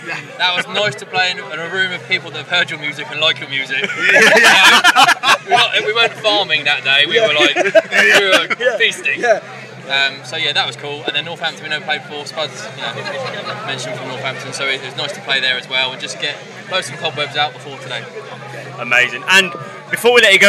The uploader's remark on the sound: From our 'Live from Bloodstock 2023' series.